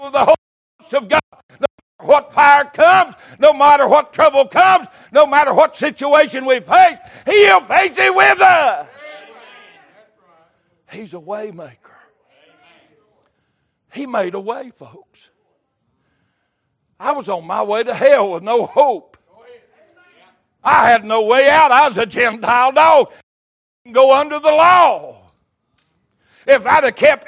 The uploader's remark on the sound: Recorded January 15, 2023 - Sunday Morning Service